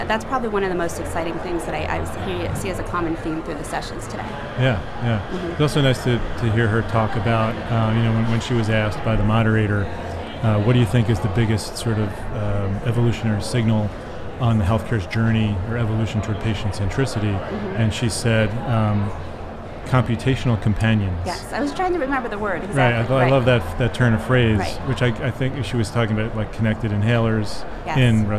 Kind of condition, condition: setting, busy venue